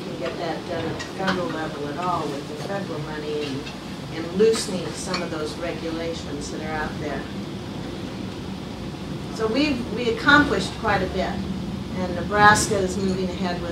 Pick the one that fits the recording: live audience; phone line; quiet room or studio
live audience